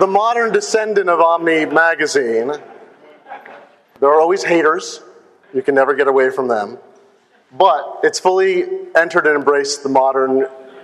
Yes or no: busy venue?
yes